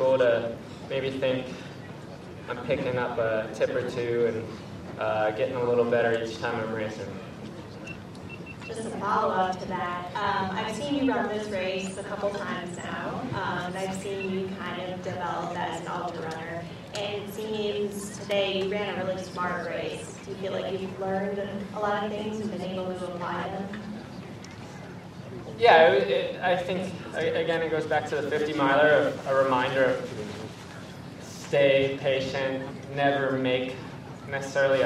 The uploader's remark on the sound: finish-line interview